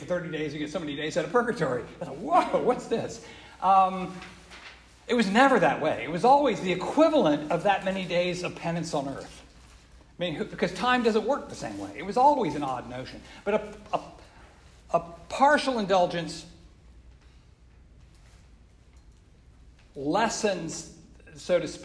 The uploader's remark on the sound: This lecture was given on October 13th 2023. Joseph's in Greenwich Village.